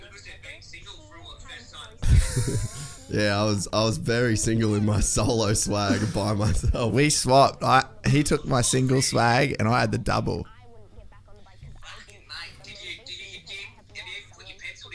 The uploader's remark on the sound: Over the phone. The first SX Companion in the new studio doesn't disappoint.